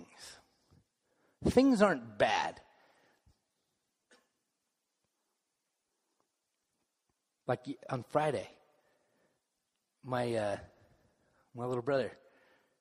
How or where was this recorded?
live audience